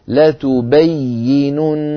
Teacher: صوت الياء لا ينقطع وهذا لا ينافي البتة أن تكون مشددة · Term: حرف رخو